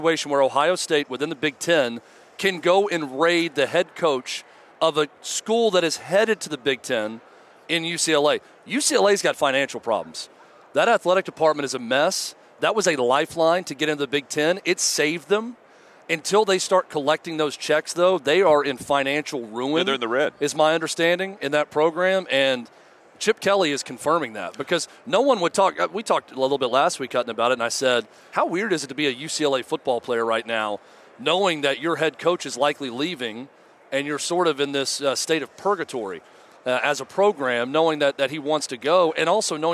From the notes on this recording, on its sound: Live in Las Vegas. Live from Radio Row.